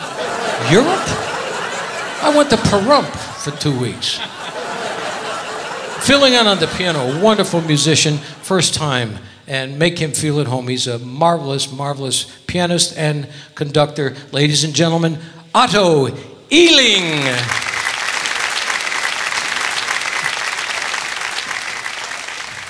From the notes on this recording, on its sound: Live at the SountPoint Casino